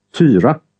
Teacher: Long Y has open lip rounding and a J-like end phase, as in the name Tyra.